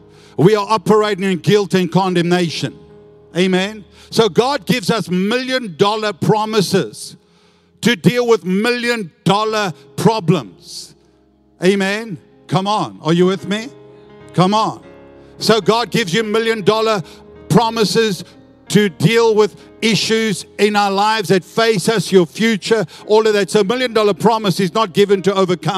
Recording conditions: large echoing room